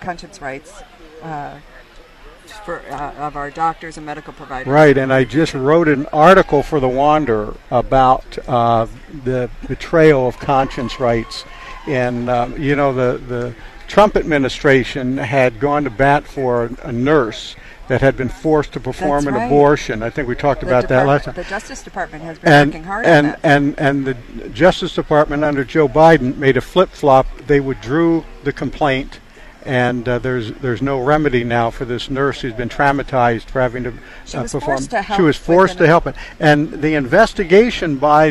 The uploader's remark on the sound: Live at the Iowa State Fair 2021